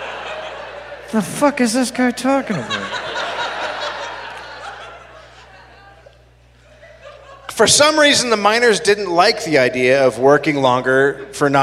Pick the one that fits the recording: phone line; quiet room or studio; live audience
live audience